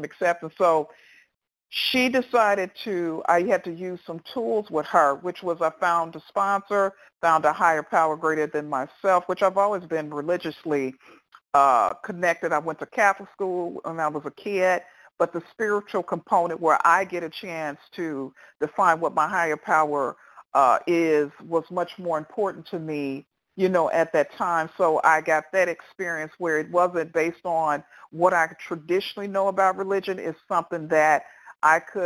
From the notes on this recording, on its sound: qualification from the 100 Pounders Phone Meeting, date unknown